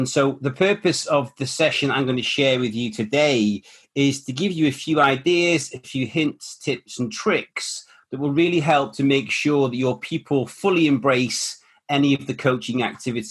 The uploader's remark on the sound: the webinar that this podcast has been sourced